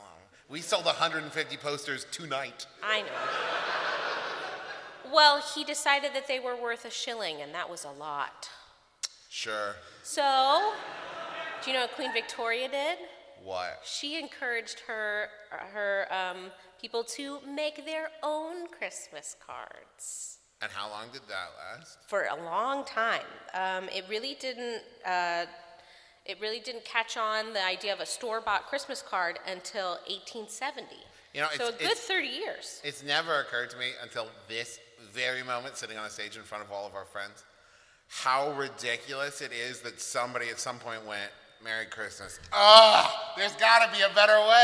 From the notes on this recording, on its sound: This episode all about VICTORIAN CHRISTMAS was recorded live at this year's Candlenights live show!